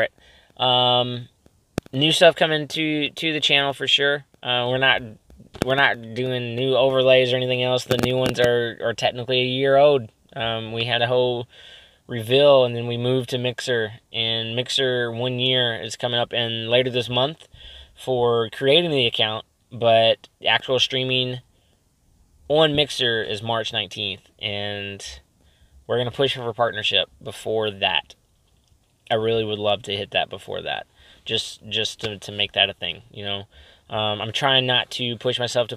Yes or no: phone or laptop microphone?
yes